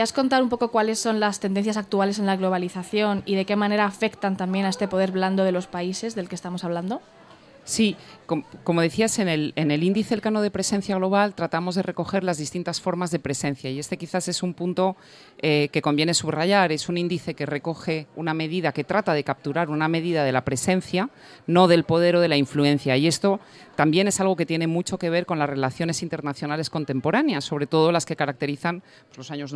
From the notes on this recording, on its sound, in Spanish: En directo desde la Feria del Libro de Madrid, aprovechamos que estamos rodeados de cultura.